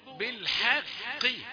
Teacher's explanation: الحاء رقيقة والقاف تفخيمها ضعيف